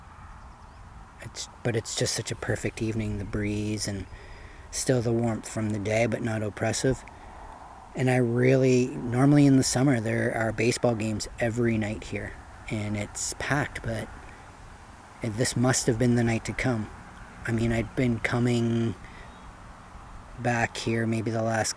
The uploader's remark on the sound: Filmed Live unedited one evening at Marden Pond in Marden.